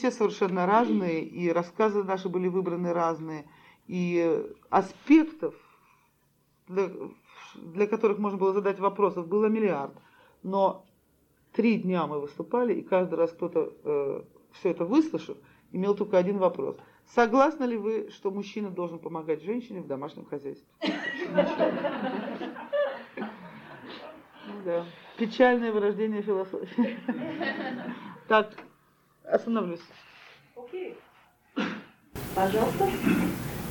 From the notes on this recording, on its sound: Delivered at the University of Kansas on October 5, 1988. As part of the Russian Writers in Residence program.